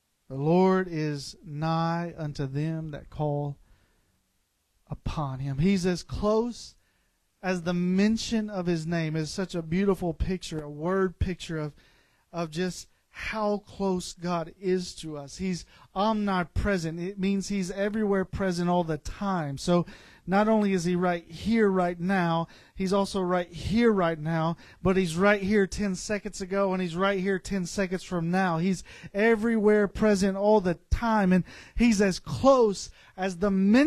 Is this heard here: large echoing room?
yes